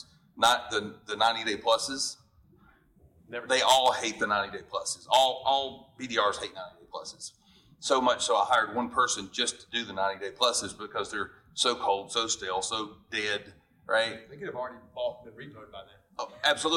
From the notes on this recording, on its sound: Dealer Panel Q&A Live From NIADA 2022.